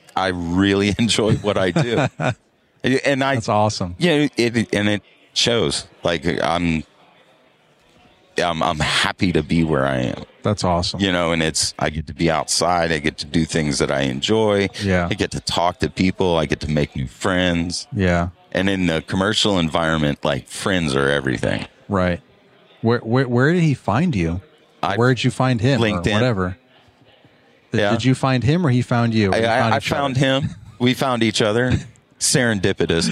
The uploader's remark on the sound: LIVE from Pod-Row at Synkd LIVE 2024 in Atlanta.